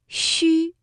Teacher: 的发音特点就是舌面前部要隆起，接近硬腭，这个嘴唇呢要搓成圆形，略微的向前突出。气流从舌面和硬腭之间轻轻送出，声带震动，读音轻而短